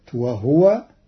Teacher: قرأ قالون كلمة وهو بإسكان الهاء، وهو جار على لسان العرب